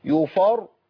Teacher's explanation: وانا عندي الراء الساكنه المسبوقه بفتح تفخم